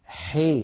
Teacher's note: فلما نقول والضحي حي، انظروا حي، إذن فتحة الحاء حي خلطت بكسرة، فتحة الحاء خلطت بكسرة، والألف التي بعد الحاء خلطت بياء · Term: الإمالة الكبرى